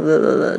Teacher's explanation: 其实这个 TT，哦，夹在两个这个元音之间呢，其实会弱化